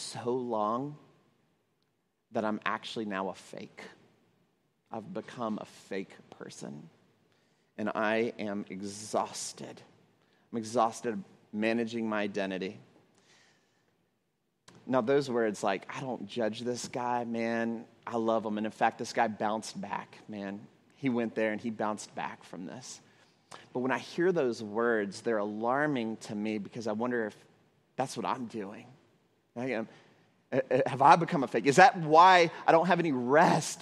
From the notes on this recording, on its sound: at Trinity Church, Puerto Rico